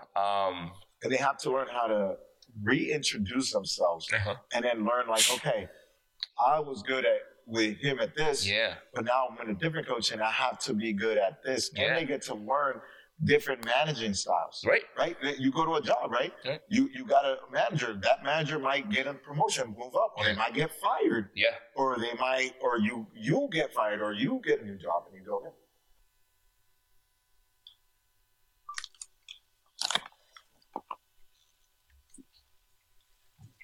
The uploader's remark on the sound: As it is a pilot episode there may be some audio mistakes and a strange 4 hour format.